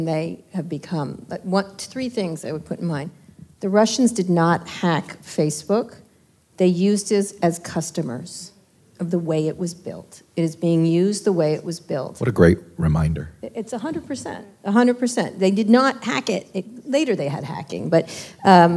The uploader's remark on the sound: In this live interview recorded in Washington, D.